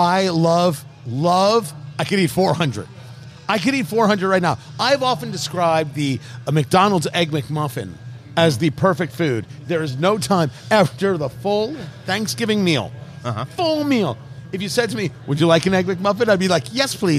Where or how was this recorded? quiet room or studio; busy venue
busy venue